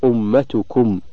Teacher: مشددا تعريف الغنة الغنة لغة صوت له رنين في الخيشوم واصطلاحا صوت لذيذ مركب في جسم النون والميم لا عمل للسان فيه